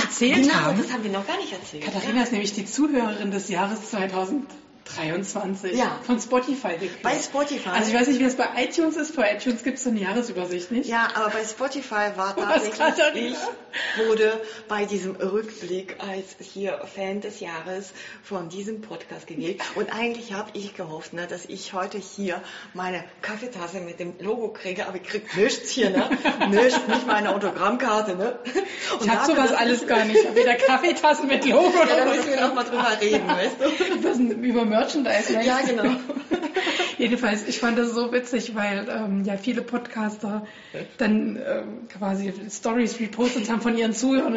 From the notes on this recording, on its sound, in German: Auch in diesem Jahr gibt es wieder einen Live-Podcast von der AnNäherung aus Bielefeld.